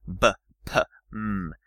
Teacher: So, bilabial sounds in English are things like B and P and M. When you think about how you make those sounds, you're bringing both your lips together.